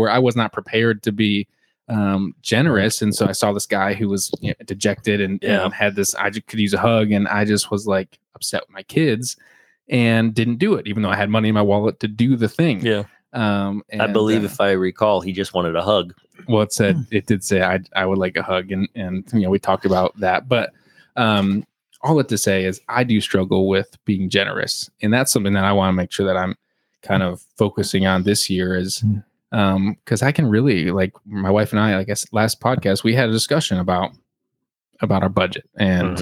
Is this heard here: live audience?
no